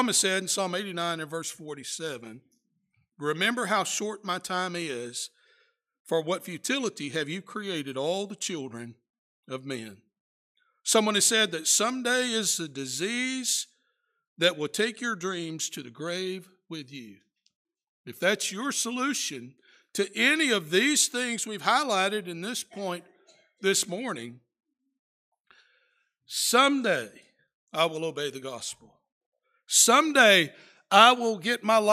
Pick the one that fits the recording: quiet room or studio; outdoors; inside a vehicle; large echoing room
large echoing room